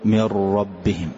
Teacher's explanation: فلابد من إظهار التكرار بمقدار حرفين لأنهما حرف مشدد، يعني حرف ثم حرف، ف فنقول من ربهم.